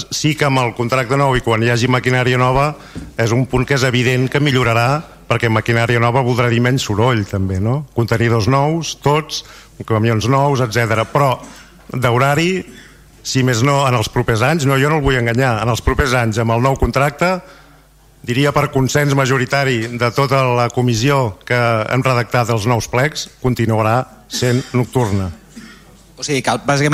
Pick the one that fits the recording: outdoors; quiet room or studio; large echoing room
large echoing room